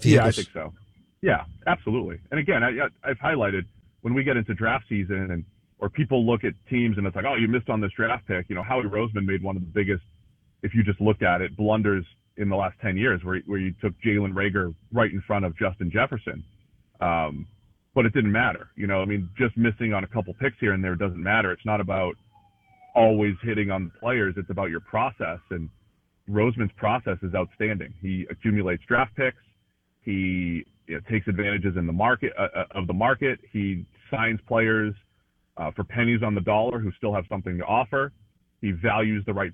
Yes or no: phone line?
yes